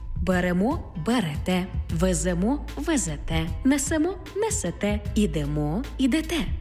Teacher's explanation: У дієсловах на емо, імо, ете, іте наголошуємо останній склад.